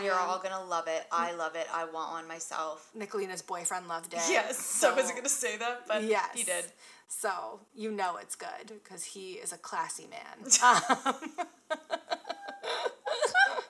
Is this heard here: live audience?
no